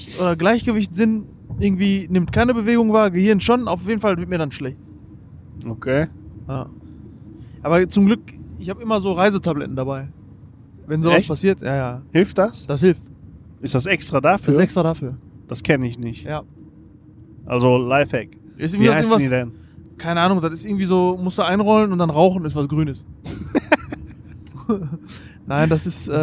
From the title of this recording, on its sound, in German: Aufnahme auf der Autobahn